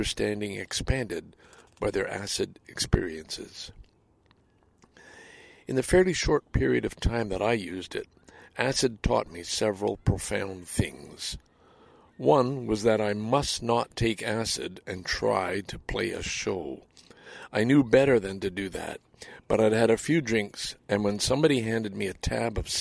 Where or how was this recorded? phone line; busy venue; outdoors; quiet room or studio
outdoors